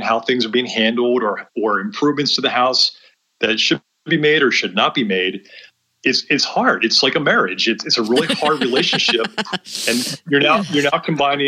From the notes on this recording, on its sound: This is the first part of our two-part series from our Facebook live event we held a couple of weeks ago